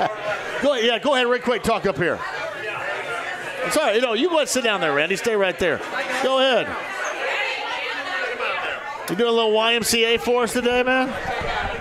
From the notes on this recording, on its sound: opens the show LIVE from Iarias Restaurant